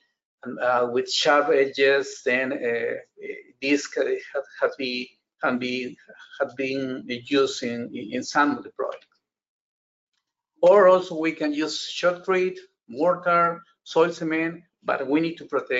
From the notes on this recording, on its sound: This is an audio version of the FGI webinar.